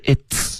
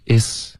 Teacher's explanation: 我发现很多的学生爆破的都特别弱，听不到这个 t t 的音，很多的学生会说成 is · Term: 爆破音